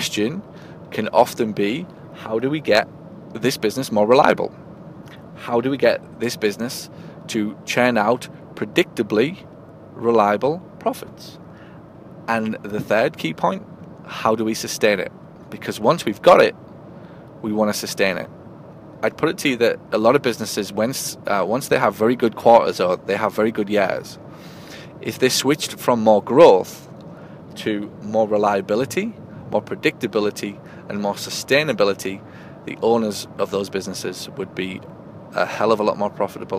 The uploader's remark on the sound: It's the end of my “Q3” Meeting and I’m driving back to my home town of “Hartlepool”, reflecting on my learning from the event.